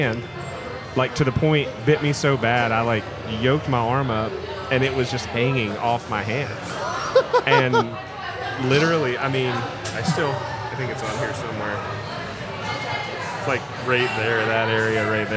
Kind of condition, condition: setting, busy venue